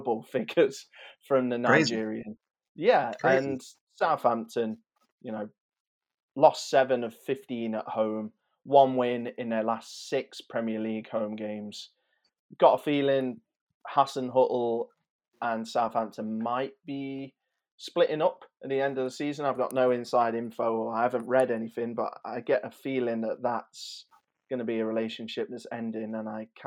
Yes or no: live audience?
no